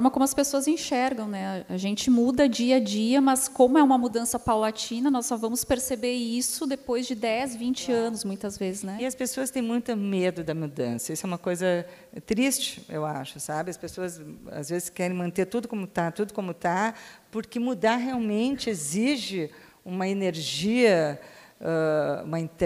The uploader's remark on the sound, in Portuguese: foi gravado durante a 38ª Feira do Livro de Bento Gonçalves/RS